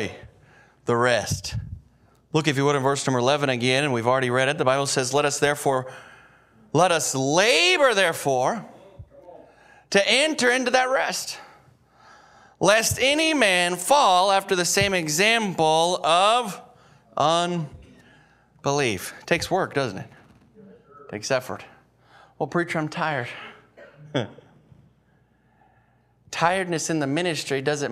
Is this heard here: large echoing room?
yes